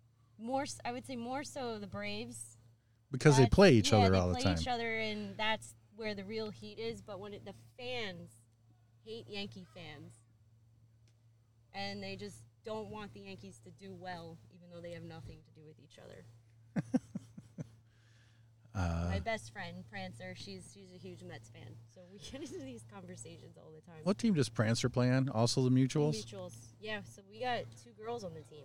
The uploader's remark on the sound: travels to Old Bethpage for the Doc Adams Vintage Base Ball Festival